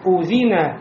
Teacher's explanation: хамза выходит из горла, из дальней части горла. Должны почувствовать напряжение.